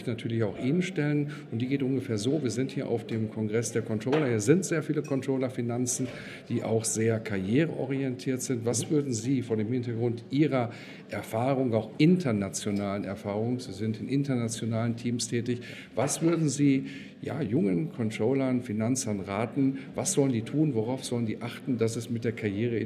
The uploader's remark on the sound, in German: Im Interview auf dem Congress der Controller 2019.